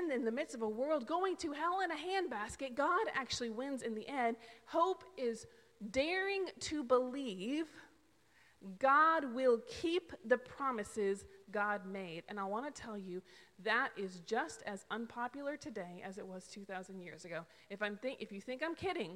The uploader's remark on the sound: This is the sermon audio taken from December 5th's worship service.